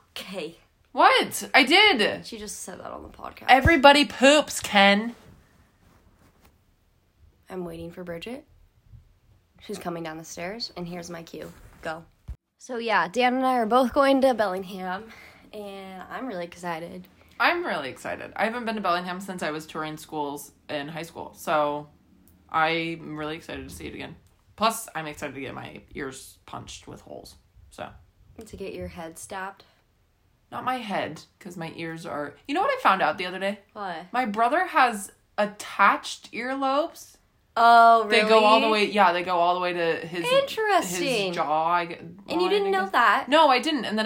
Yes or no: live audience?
no